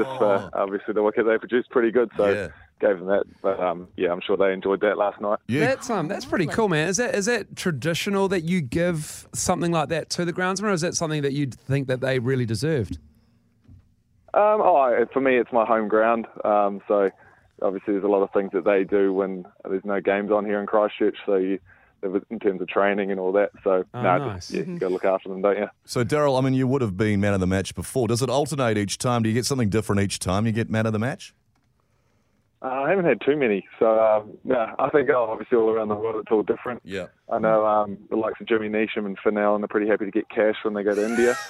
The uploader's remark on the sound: Today we are joined on the phone.